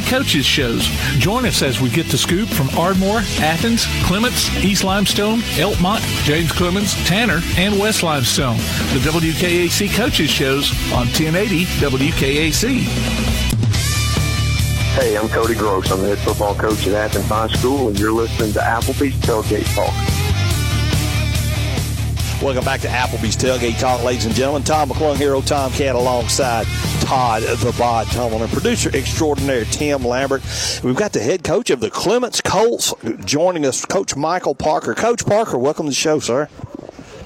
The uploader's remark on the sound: Live at the Rocket City Trash Pandas store